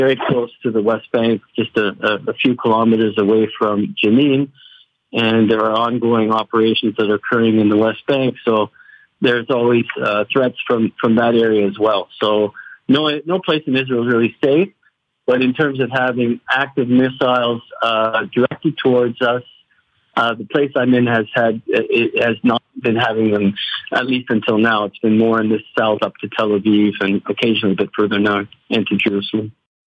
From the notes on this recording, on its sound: on the phone from Israel